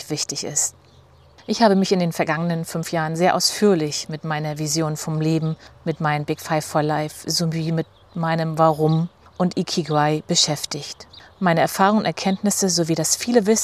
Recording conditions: sounds in the background